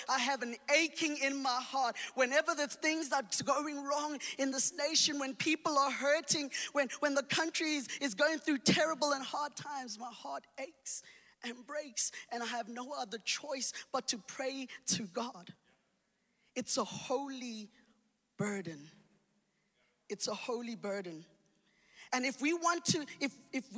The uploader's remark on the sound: Recorded live on Sunday the 3rd October 2021